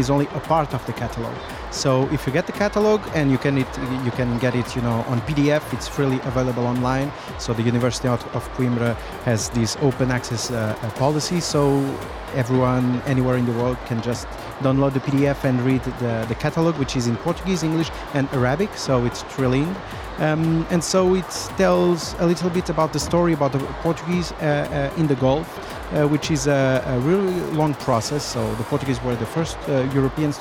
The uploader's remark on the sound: Live from SIBF 2023